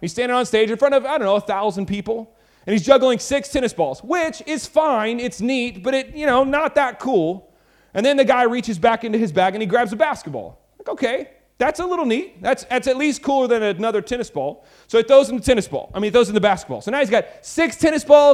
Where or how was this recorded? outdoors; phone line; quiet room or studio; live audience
live audience